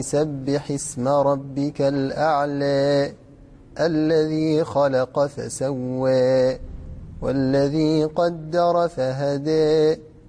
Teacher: الإمالة الكبرى أي ستسمعون يعني زيادة على يعني على الإمالة الصغرى زيادة وميلا إلى الكسر أكثر